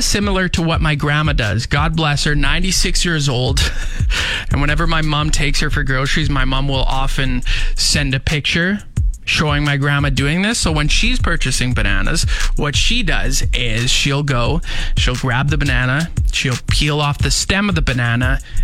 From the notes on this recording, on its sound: chat on the phone